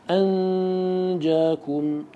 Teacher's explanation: فالنون لا يقرعها اللسان كما يقرعها مع الحروف التي تظهر عندها، لكن لا يكون تشديد كما يكون عند الإدغام. · Term: الإخفاء